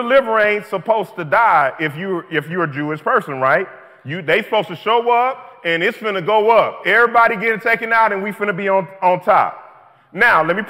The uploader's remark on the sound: This message was delivered at New City Fellowship: West End in St. Louis, MO.